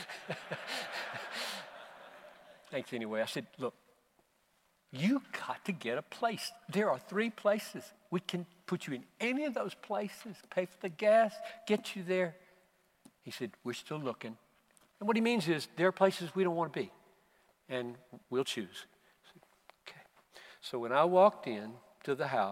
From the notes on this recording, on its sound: preached at the Bethlehem 2019 Conference for Pastors + Church Leaders in Minneapolis